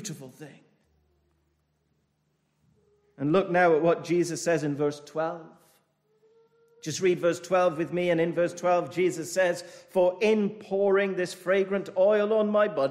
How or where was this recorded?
large echoing room